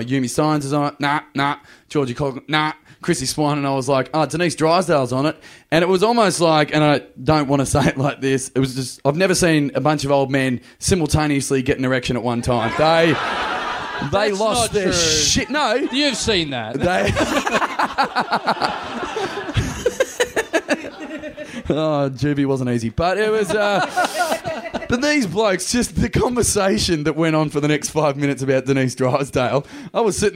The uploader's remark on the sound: Recorded LIVE at Softbelly Bar, August 14th, 2012.